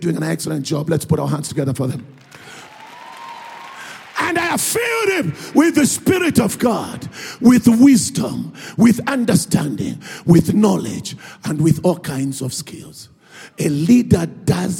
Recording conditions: live audience